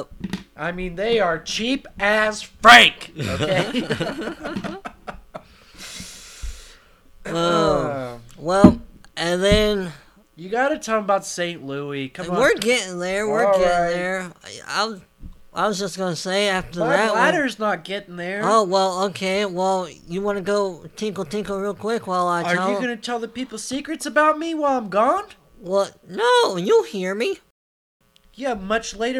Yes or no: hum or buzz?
yes